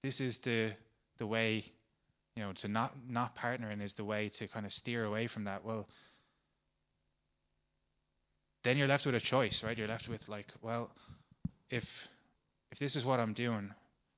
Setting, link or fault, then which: setting, large echoing room